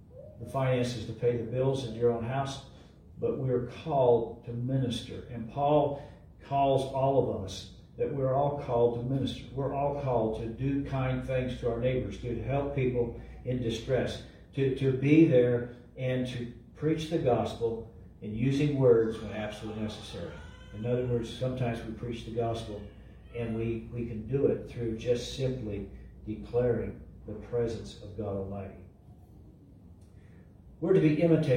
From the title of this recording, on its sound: LIVE from Calvary